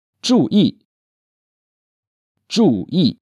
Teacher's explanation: This staccato sharp falling sound can only be the fourth tone.